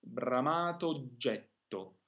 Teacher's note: although we have two O's in a row, they'll only sound like one short O because we really need to take that time for the double J sound